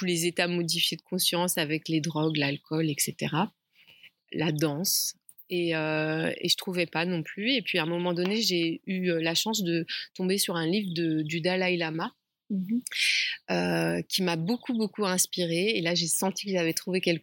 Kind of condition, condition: setting, outdoors